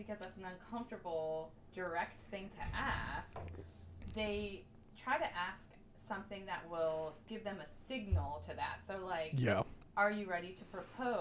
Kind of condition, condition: fault, uneven or low level